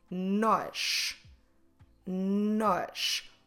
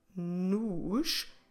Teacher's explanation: And when we write it, we use an accent, an acute accent, an accent to the right on the vowel O. Nosh with the accent open O means we, but noosh, closed O, do it like if it's a double O in English, a O, noosh, doesn't have an accent, so it changes its meaning into us.